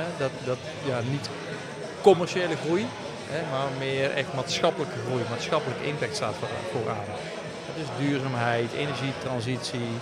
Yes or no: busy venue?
yes